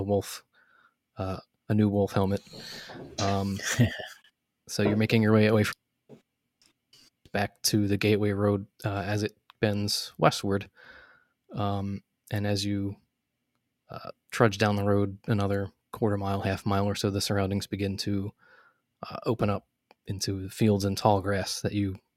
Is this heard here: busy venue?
no